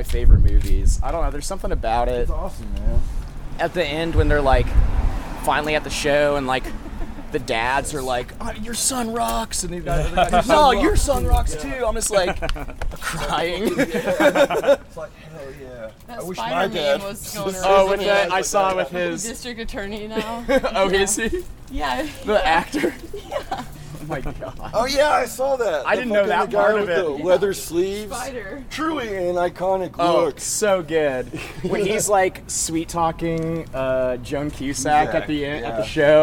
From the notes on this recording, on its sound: Live from Oblivion Access. A live transmission from the Oblivion Access festival in Austin, Texas.